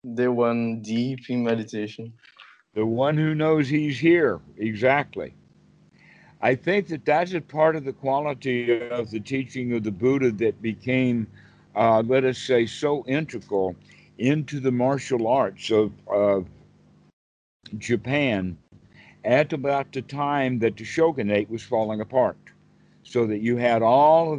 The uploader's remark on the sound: Skype calls on this channel.